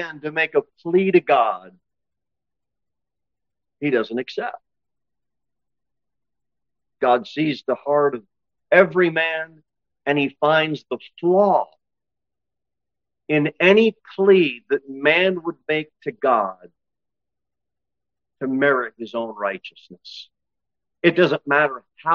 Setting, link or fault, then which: setting, large echoing room